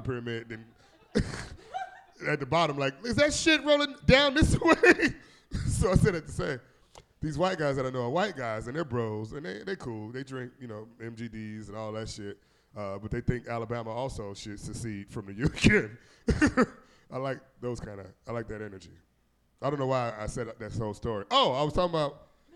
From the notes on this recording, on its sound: Live at The Wonderland Ballroom. The Wonderland Ballroom for venue Washington, D.C.